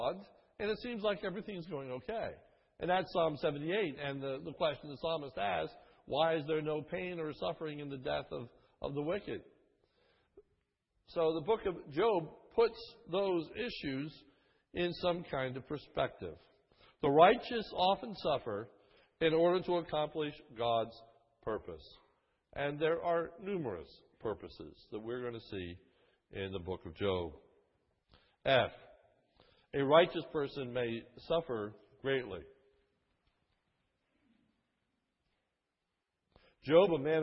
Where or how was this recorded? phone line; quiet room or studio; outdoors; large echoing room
large echoing room